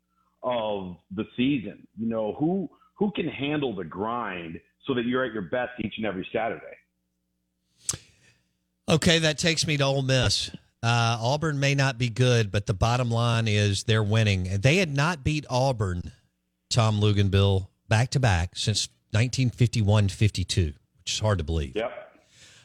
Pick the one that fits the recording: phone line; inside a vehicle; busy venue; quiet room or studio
phone line